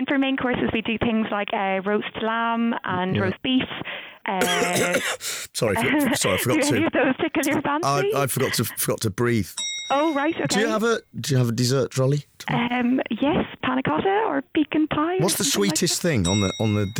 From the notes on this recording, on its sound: CROWBAR CALLING: DUBLIN. One phone call with an unsuspecting restaurant.